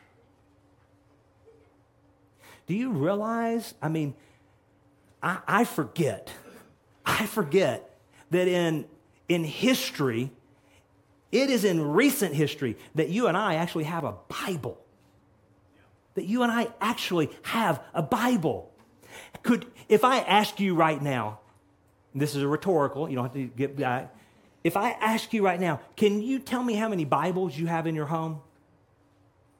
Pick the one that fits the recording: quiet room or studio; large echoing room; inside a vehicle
large echoing room